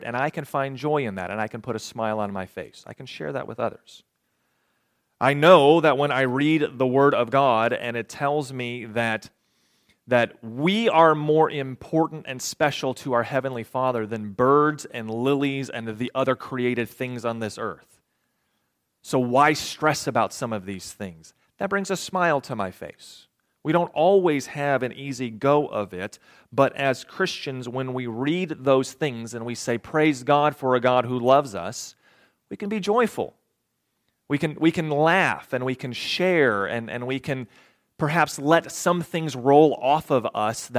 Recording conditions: large echoing room